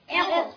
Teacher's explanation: همزة وصل أول الكلام تنطق إي. قاف ساكنة مقلقلة.